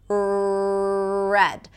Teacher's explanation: So in each one of those R's, the tip of the tongue touches the upper palate. And in American English, the tongue doesn't touch the upper palate, it's pulled back. And this is the main thing I want you to practice or focus on, where there is no contact and you can stretch the sound and hold it out forever, for as long as you have breath.